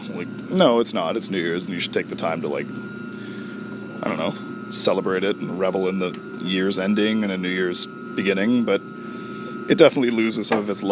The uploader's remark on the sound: Yes, there is a background noise.